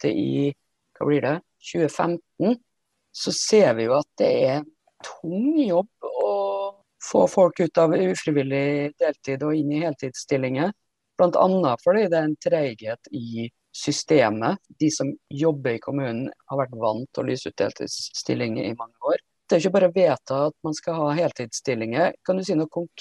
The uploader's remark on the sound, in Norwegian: Denne podepisodem blei tatt opp på Zoom